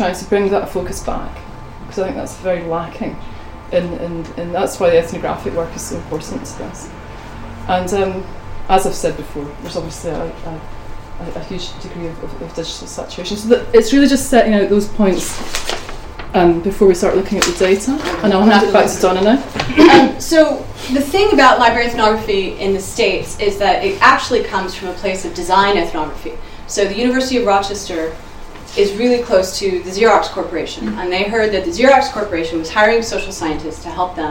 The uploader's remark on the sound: Speaks at the SRHE Digital University Network event The digital and the material: mapping contemporary student practices.